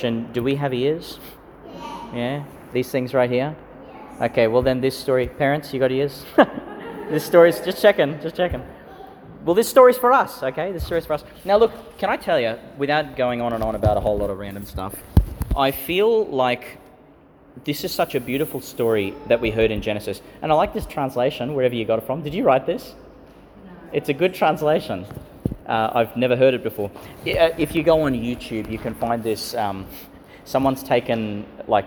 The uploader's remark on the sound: Reflection for some of the children at St Francis of Assisi Catholic Primary School, delivered in St Peter Chanel Church, Tannum, Qld.